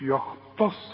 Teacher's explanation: التاء مرققة جدا، الخاء مفخمة، الصاد مفخمة